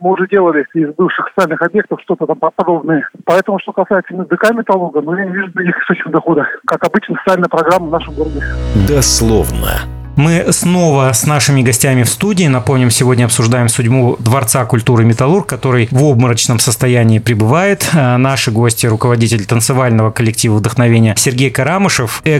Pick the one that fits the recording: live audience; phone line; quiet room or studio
phone line